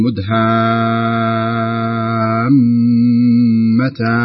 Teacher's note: نشدد في الميم، نمد الألف ونشدد الميم حتى يكون مدا لازم كلمي